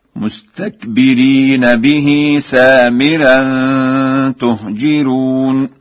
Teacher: قرأ ورش: تهجرون بضم التاء وكسر الجيم وترقيق الراء